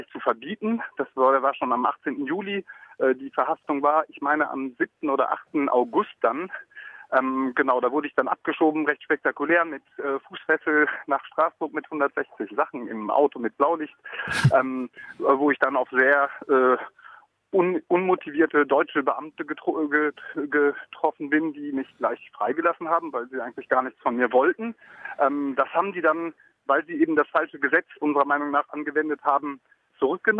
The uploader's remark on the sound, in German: In den letzten Minuten des Mittagsmagazins spontan am Telefon.